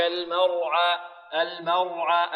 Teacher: الميم مرققة والراء مفخمة. لماذا راء مفخمة هنا؟ لأنها ساكنة وقبلها ماذا؟ مفتوح